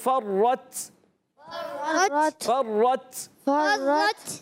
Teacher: را مشدد ذرا رک کر ادا کریں گے